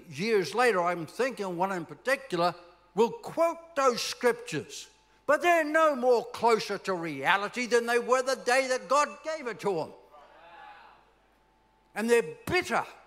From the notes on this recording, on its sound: This message was recorded at C3 Powerhouse Sunshine Coast in July, 2023